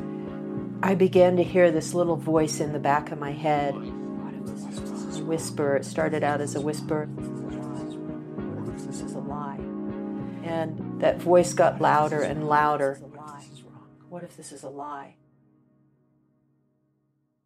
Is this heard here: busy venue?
no